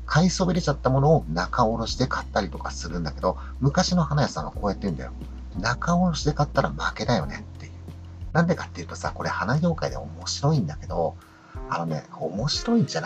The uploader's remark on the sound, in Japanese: 今回は初めて営業時間中に車の中で収録をしてみました。花屋の配達号ハイエースのセカンドシートでマイクとパソコンを持ち込んで収録したんですが、。今日は朝から雨が降っていて雨の音が結構気になるかもです。